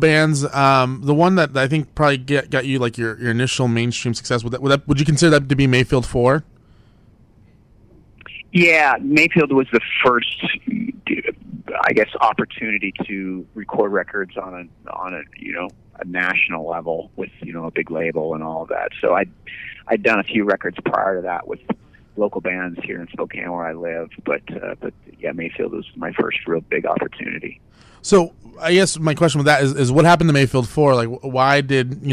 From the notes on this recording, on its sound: called into On Air